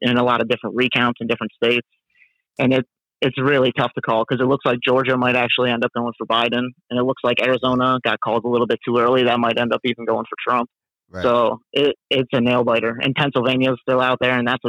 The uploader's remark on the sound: Two guest call in to speak their minds!